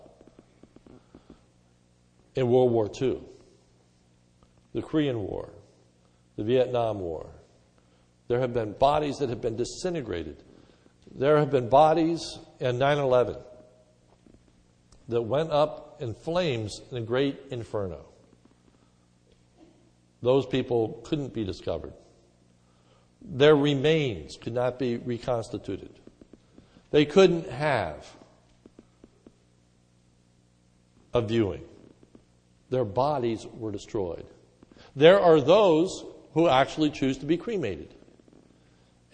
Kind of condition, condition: setting, large echoing room